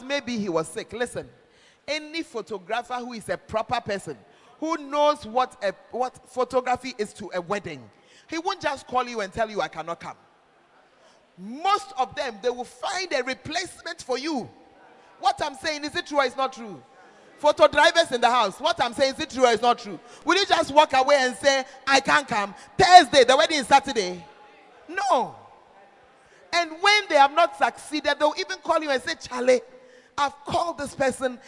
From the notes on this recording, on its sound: Preached At The 12 Foundations Of The Bacenta Camp